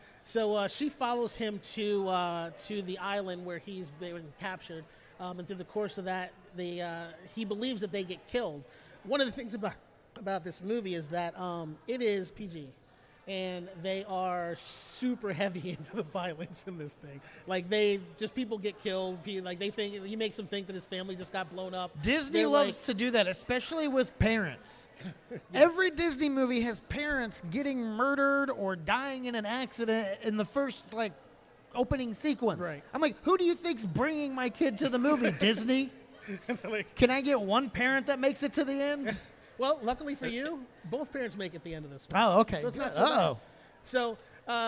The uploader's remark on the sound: LIVE from Indy PopCon. The guys go live in front of an audience for the first time.